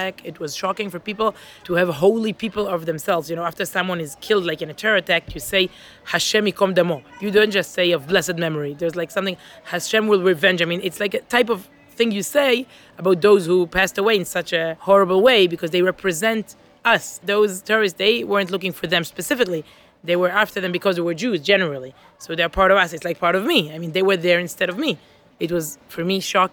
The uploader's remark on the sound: They met up for coffee outside on a sunny Jerusalem morning